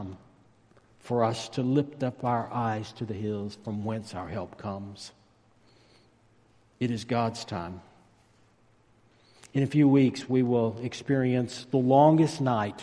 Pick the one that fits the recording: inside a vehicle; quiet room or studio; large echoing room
large echoing room